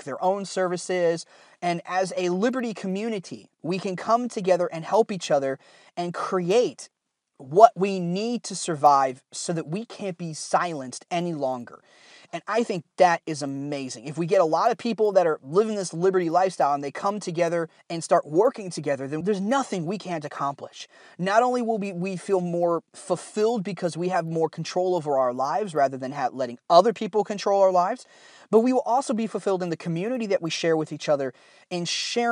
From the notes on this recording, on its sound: The audio isn't that good in this episode because I recorded it on a cheap lapel mic while I was driving over the weekend.